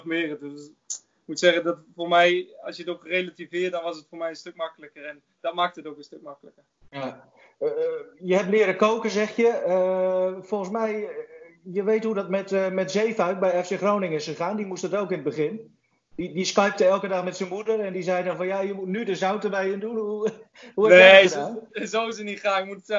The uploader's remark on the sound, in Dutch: Deze aflevering van de Koffiecorner kun je luisteren naar een Skype-sessie